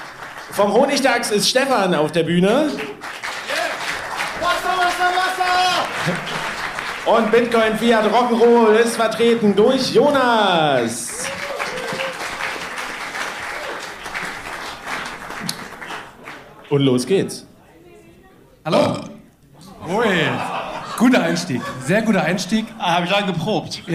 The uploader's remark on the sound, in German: 18 deutschsprachige Bitcoin-Podcasts gemeinsam und kongenial auf einer Bühne vor Publikum. Zu einem Arbeits- und Vernetzungstreffen in Leipzig. Direkt einen gemeinsamen und kongenialen Live-Mega-Mashup-Bitcoin-Podcast vor Publikum auf.